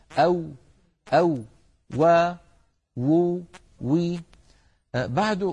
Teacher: الواو كما نعلم يا إخوة حرف يخرج من الشفتين ويصاحب ذلك تذبذب للوترين الصوتيين في الحنجرة